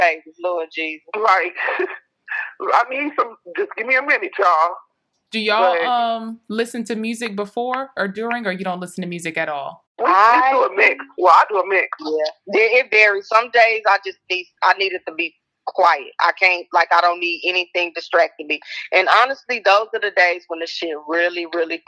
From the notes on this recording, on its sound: 3 Way Writers Call. On the phone interviewing authors.